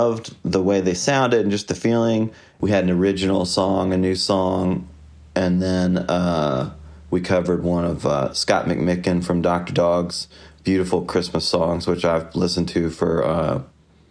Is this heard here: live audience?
no